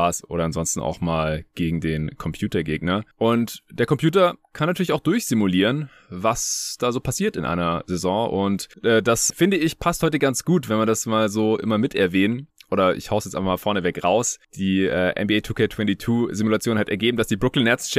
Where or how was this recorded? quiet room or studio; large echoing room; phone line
quiet room or studio